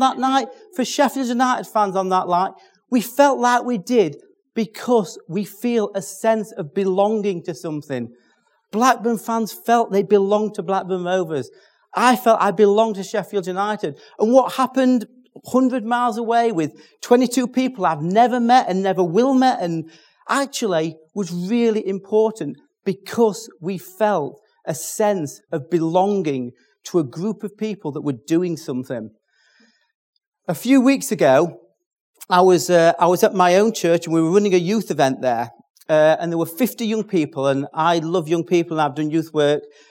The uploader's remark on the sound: From the Step by Step children’s ministry conference.